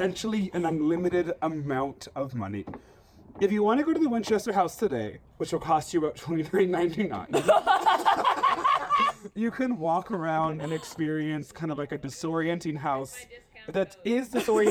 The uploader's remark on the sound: The Live Show. LIVE from Denver!! Filmed and recorded in our friend's backyard.